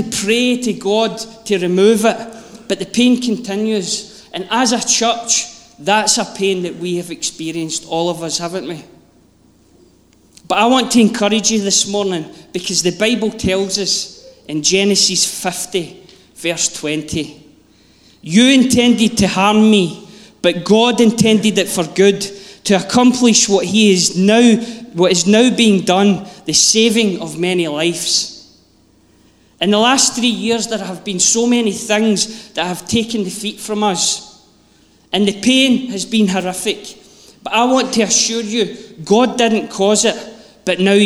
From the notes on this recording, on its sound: Live from our Sunday gathering on 23.